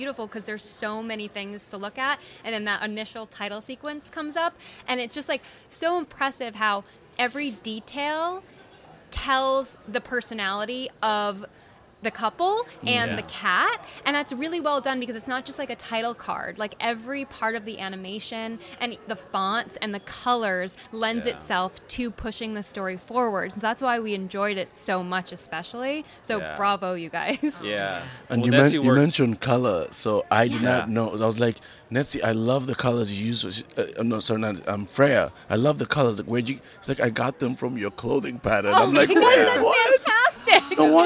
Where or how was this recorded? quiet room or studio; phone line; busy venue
busy venue